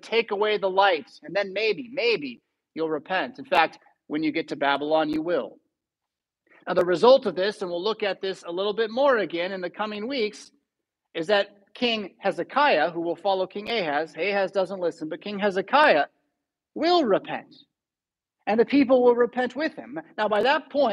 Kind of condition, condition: setting, large echoing room